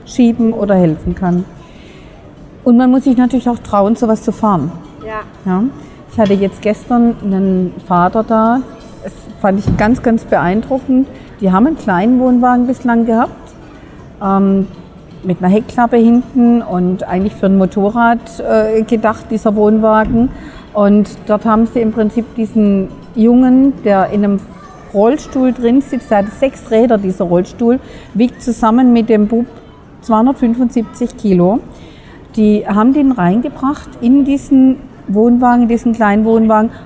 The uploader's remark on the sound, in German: Caravan Salon 2023 live. Live" auf dem Caravan Salon.